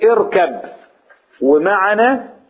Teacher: بندخل الباء في الميم ونخليهم الاثنين حاجه واحده